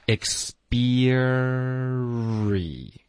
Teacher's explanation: there，然后嘴唇要盖住它就会导致一个滑动，滑到这个 r 的音 there，所以你要持续这个 r 的音，然后嘴唇再撅起来盖住它，我们就进入到一个 r，然后再放松 thereare。OK，there are。那今天我们提问的这个学生有几个音，这就是需要注意的。比如 experience，你的 beer 的 er 要持续这个 er，一直到你的嘴唇撅起来